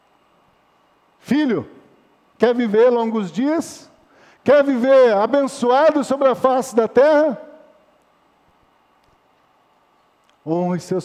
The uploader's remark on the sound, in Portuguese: Culto noturno gravado em 16-02-2020 na Igreja Evangélica Batista em Campo Grande/MS